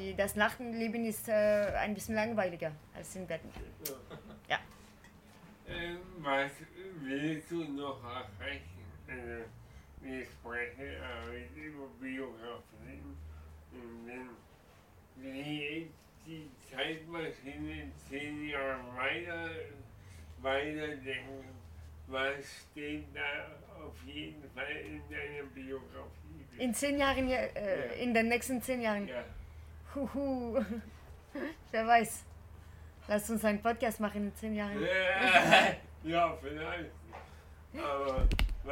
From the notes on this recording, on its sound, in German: Bei dem Theaterfestival des Nie-Theaters. Sie erzählte mir, dass sie eine Performance extra für diesen Ort entwickelt hat.